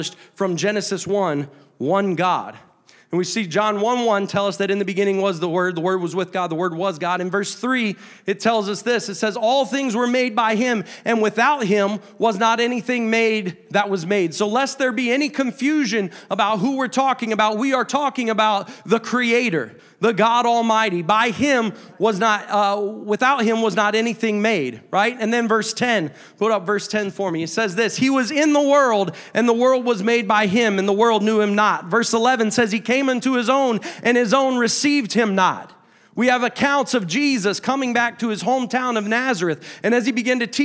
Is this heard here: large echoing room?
yes